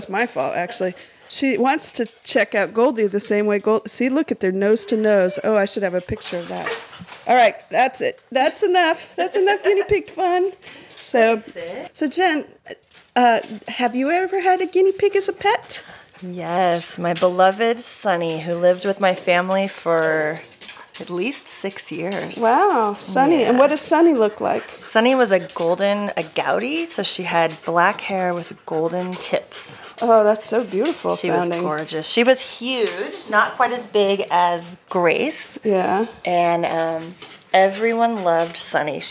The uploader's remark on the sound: This recording was made in my dining room: two humans, two dogs, and two guinea pigs is a bit much for a handheld iPhone recording. I ended up bringing the audio file into Ferrite to do the editing.